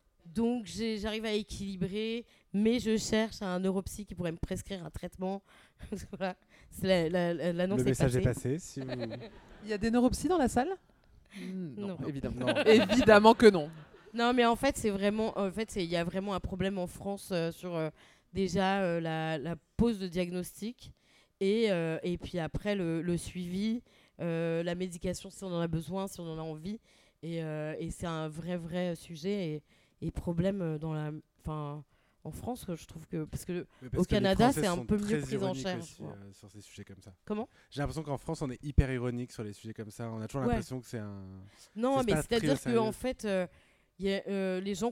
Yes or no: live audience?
yes